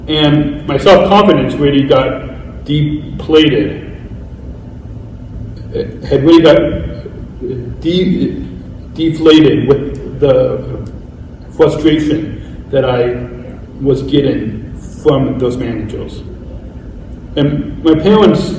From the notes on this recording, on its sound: Recorded Live from the 2022 Special Olympics USA Games in Orlando, Florida. Special Olympics Athlete Panel & Unified Leadership Introduction Training Presented to Coca-Cola employees.